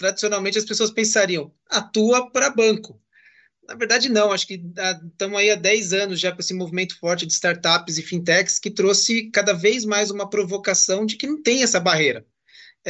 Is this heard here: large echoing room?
no